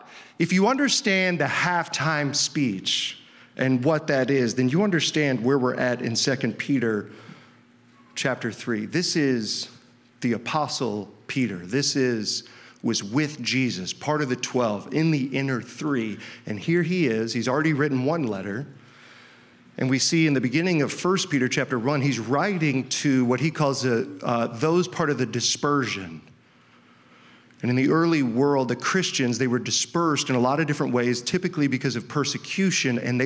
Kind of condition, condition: setting, large echoing room